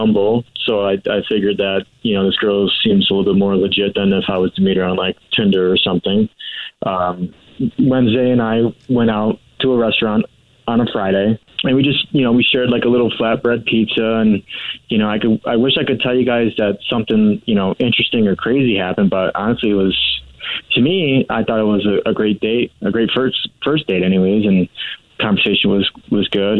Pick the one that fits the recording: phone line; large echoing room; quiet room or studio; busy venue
phone line